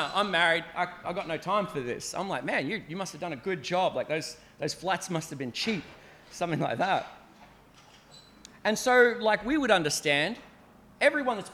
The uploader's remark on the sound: At Clarence Valley Community Church, South Grafton.